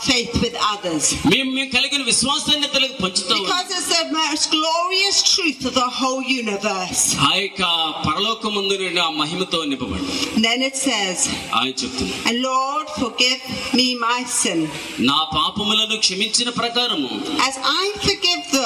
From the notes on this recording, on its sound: Recorded live at rally in India